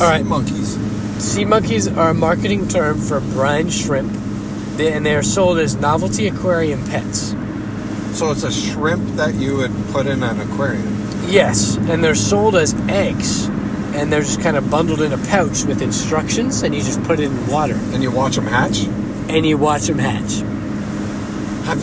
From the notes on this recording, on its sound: Recorded in the car during a cross country trip